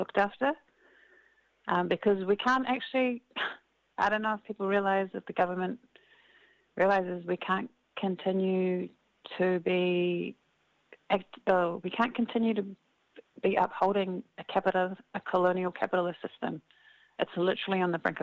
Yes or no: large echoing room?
no